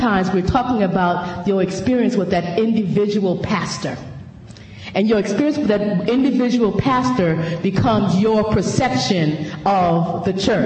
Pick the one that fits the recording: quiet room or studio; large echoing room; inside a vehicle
large echoing room